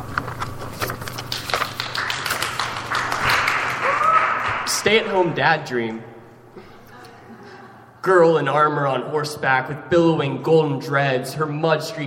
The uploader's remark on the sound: … Release Party: Live from the McKnight Center At WSU.